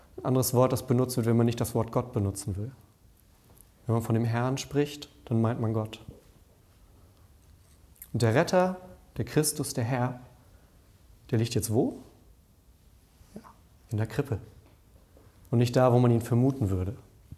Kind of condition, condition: setting, large echoing room